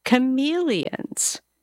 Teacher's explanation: You notice how on chameleons, our voice kind of went up.